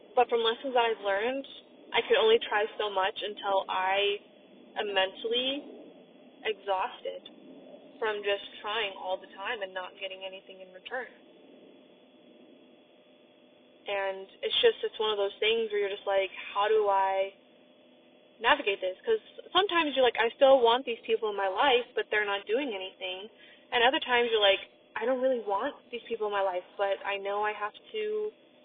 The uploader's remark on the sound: I also apologize for the audio quality.